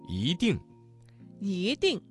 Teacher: 这个词当中的一在四声之前，它的读音就变成了二声